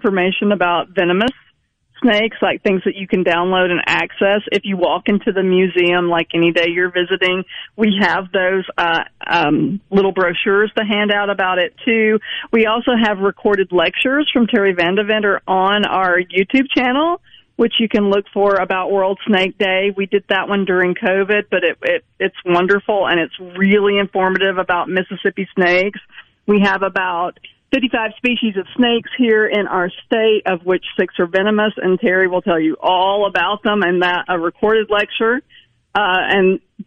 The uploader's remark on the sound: joins the conversation by phone